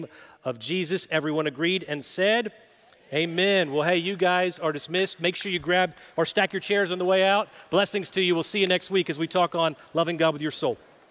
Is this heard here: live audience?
yes